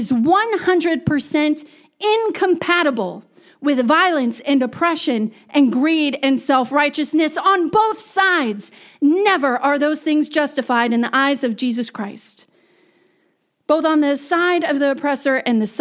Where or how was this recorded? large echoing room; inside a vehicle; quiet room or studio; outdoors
large echoing room